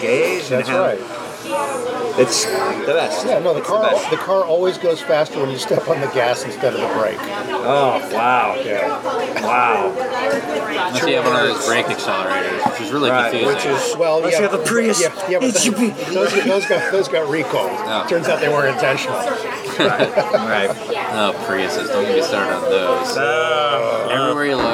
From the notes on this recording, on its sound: at Izzy’s Deli in Santa Monica